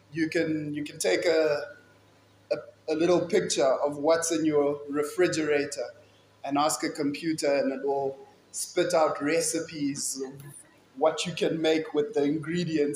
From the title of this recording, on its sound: Kingsmead Chapel Sunday Sermon